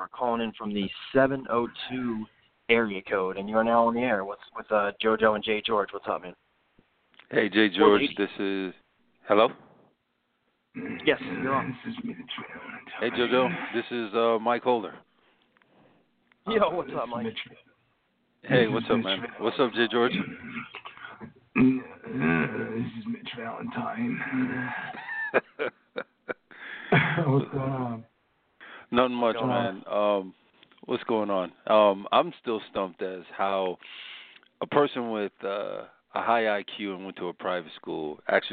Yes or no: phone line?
yes